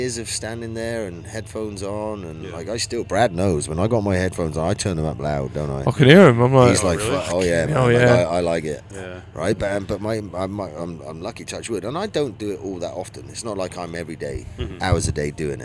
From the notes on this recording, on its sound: PODCAST AT A FESTIVAL. WE are at the Electric love music festival.